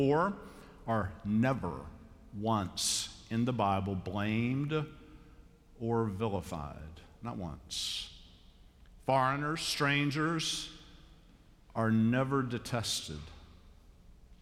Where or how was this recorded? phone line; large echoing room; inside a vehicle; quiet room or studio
large echoing room